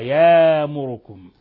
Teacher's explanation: مع إبدال يأمركم الهمزة ألفا